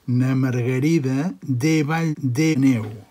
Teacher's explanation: la E es pronuncia amb el seu timbre, encara que sigui àtona